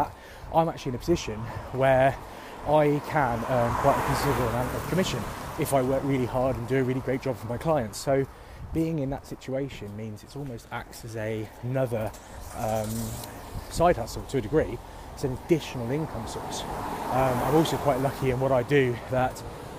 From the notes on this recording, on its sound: Walk and Talk